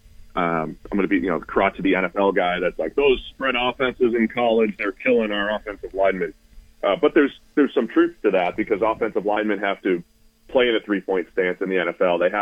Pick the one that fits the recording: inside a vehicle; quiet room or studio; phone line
phone line